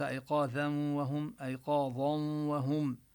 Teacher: هنا هذه القاف والضاء أيقاظا، ويعني نبين الضاء مفخمة حتى لا تشتبه بالذال